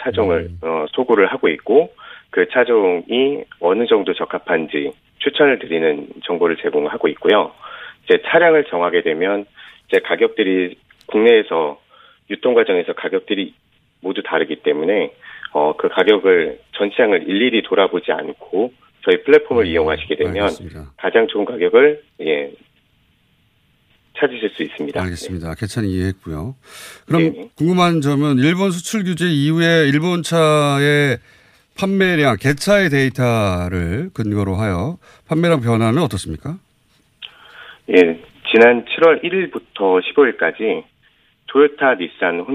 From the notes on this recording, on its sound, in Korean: 전화연결